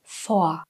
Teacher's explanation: Also am Ende klingt das R wie ein kurzes A.